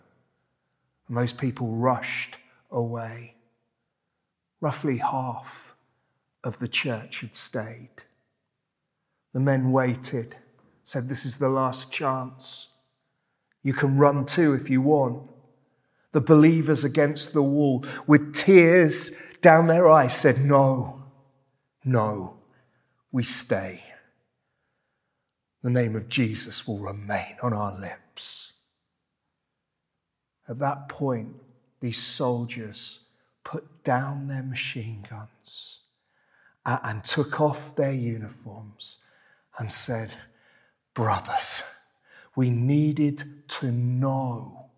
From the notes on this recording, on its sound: This sermon was preached at Welcome Baptist Church on Sunday 2nd July 2023.